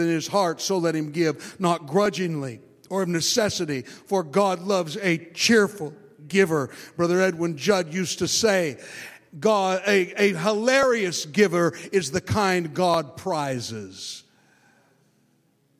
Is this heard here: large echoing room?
yes